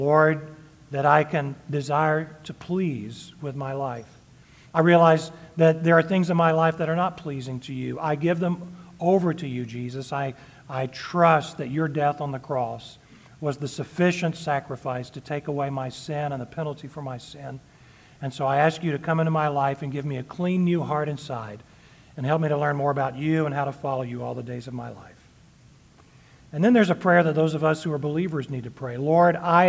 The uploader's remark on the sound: Sermon delivered on Sunday, June 25, 2023 at Hillcrest Church, Austin, TX.